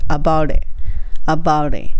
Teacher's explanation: about の最後の t は l の音に変化して